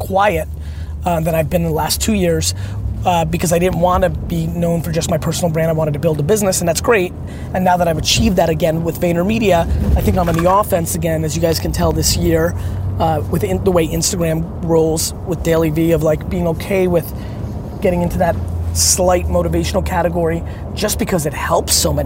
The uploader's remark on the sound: Here's a Q&A I did while in the car back from the airport.